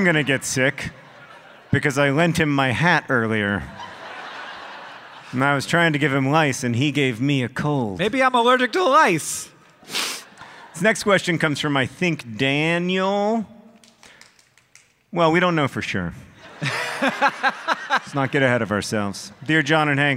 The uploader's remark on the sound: Live at PodCon! This episode was recorded live at PodCon 2 in Seattle, WA.